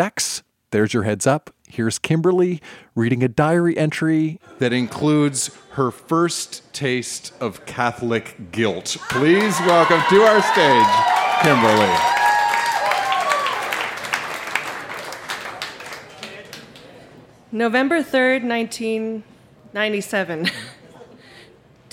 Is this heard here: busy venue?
yes